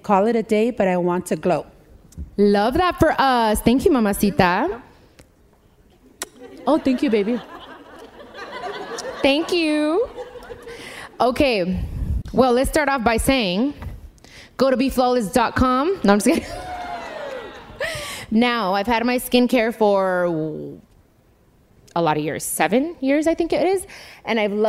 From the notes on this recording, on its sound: In front of a live audience during the My Cultura Anniversary event at the iHeartRadio Theater.